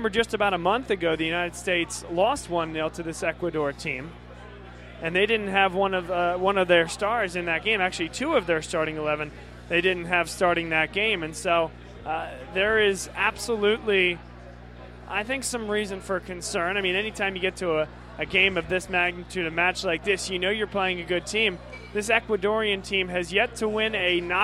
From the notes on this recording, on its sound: Vuvu Live From Iron Abbey. Vuvu Soccer is live from the Iron Abbey in Horsham, PA.